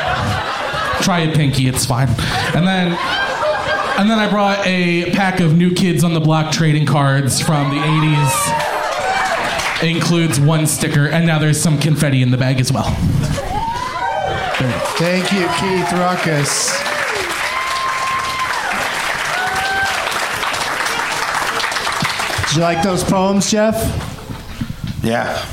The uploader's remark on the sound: Live from the Cap City Comedy Club in Austin.